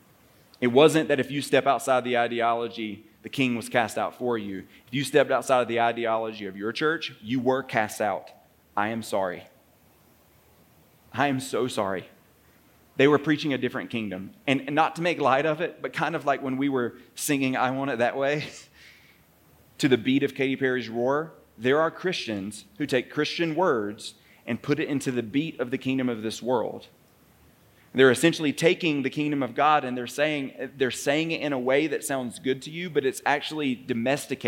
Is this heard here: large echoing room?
yes